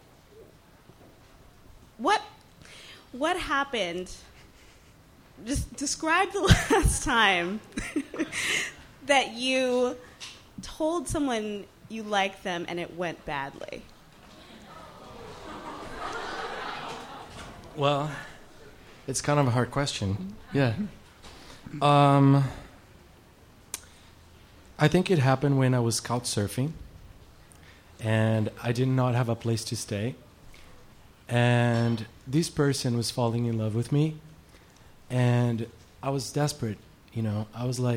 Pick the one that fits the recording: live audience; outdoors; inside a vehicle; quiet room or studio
live audience